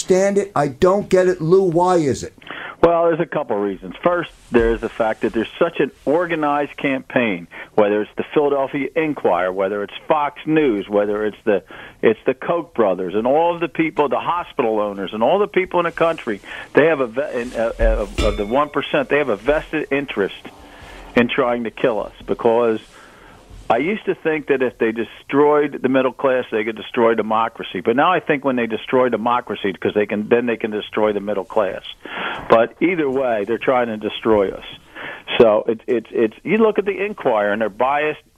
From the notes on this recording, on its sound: Saturday Night Live With Philly Labor. A special listener call in hour.